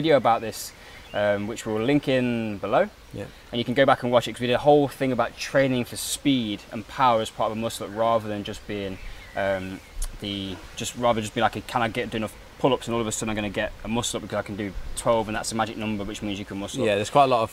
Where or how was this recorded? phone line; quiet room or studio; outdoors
outdoors